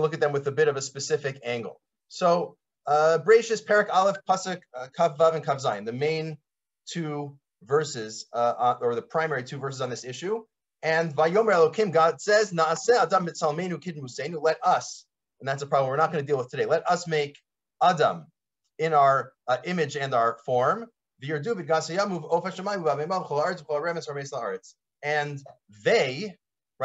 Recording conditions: video call